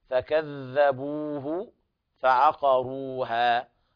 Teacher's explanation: ويلاحظ إخراج طرف اللسان في الذال